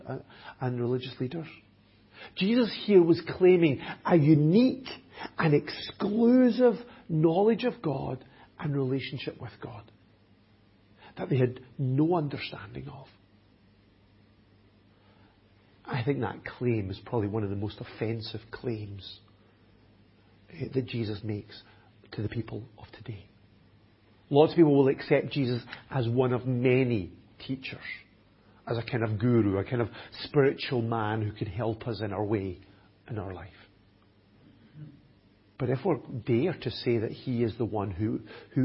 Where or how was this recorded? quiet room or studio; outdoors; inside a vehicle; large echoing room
large echoing room